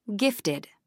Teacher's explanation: 2 syllables, main stress on the 1st syllable